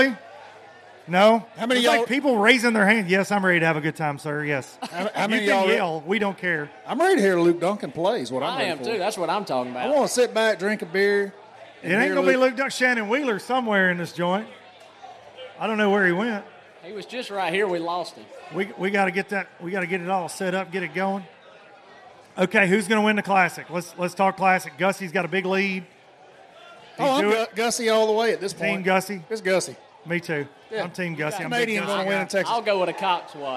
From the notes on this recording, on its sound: From the Low Lifer Parking Lot Party. In front of a rowdy bunch of Low Lifers.